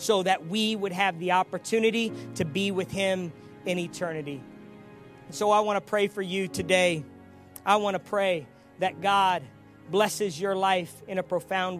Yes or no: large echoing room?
yes